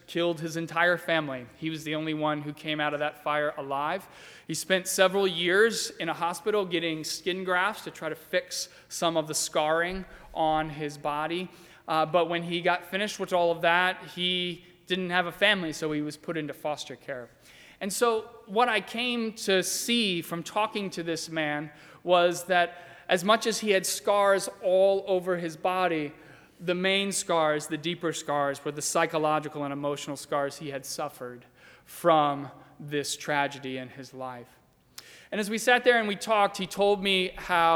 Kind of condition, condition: setting, live audience